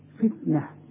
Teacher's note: التاء المربوطه بتتحول الى هاء